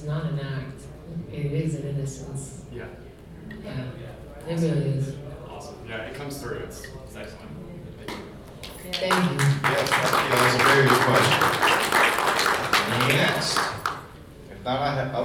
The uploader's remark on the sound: Q&A Live from Bride of Frankencon